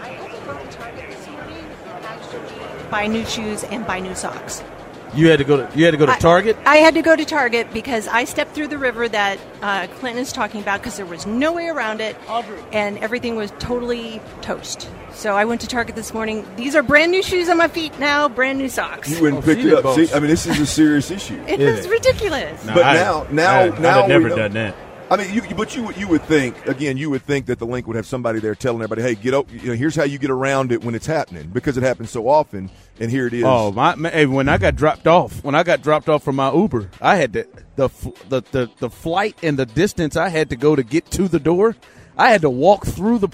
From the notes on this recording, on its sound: THE DRIVE is LIVE in Vegas for the Super Bowl!